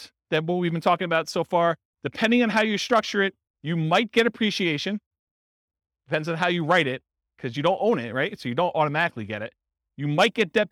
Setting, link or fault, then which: setting, live audience